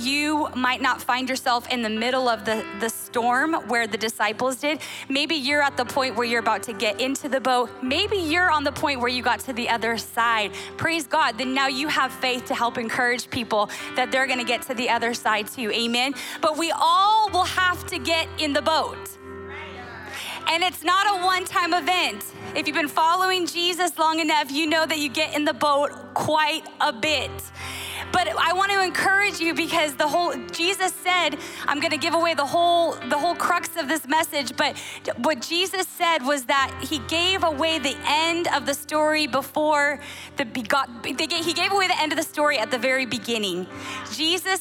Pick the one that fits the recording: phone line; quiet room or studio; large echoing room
large echoing room